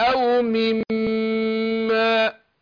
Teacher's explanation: شوف الميم الثانية أنا أديتها غنة حركتين